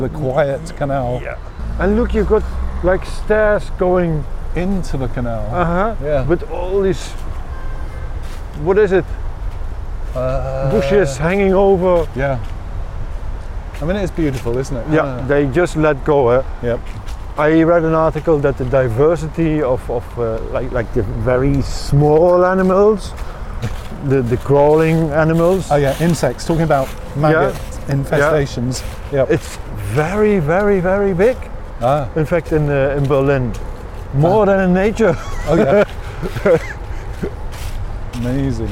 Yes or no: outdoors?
yes